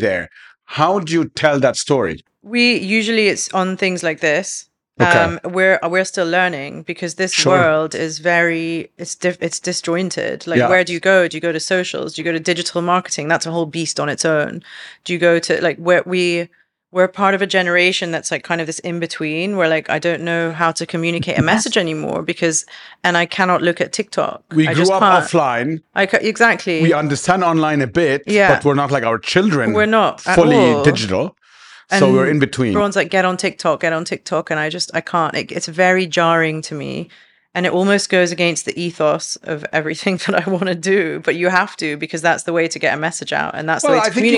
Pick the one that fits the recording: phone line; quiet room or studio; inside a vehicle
quiet room or studio